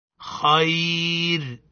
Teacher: نقف عليها خير بالترقيق، لأن الراء ساكنة سكون عرضي